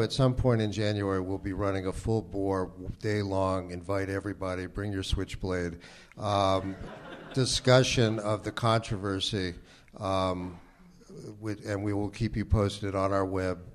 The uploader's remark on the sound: Panel Discussion at DCJCC